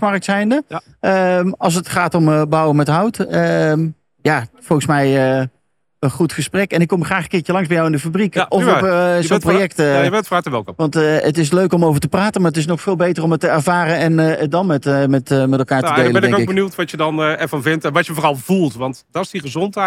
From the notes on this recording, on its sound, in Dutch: Deze podcast is opgenomen tijdens de PROVADA.